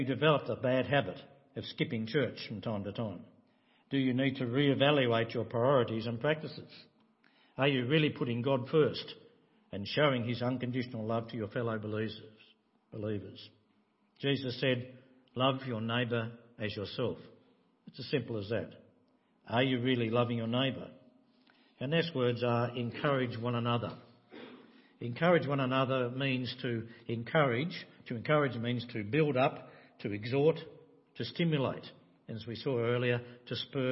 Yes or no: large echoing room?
yes